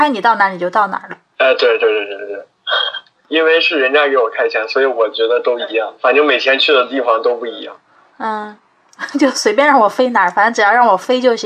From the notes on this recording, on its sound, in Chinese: 本期【扩音器】通过电话录音完成的，音频质量可能稍微欠缺，尽请谅解。